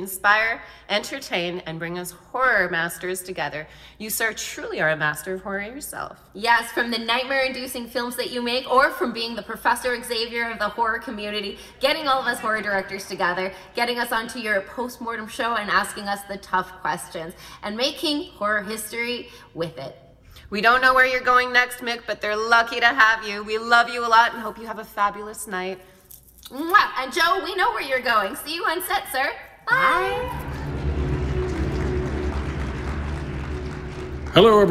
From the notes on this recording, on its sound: Taking place LIVE from the historic Egyptian Theatre Hollywood. LIVE from The Egyptian Theatre Hollywood. For an unforgettable night with a packed audience.